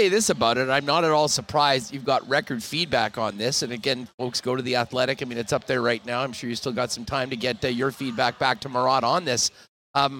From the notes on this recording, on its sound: LIVE at Bar Canada at The D Hotel in Las Vegas